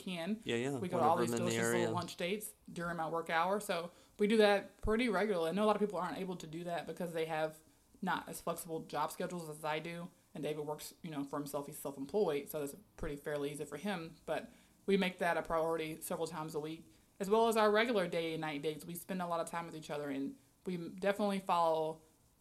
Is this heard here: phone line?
no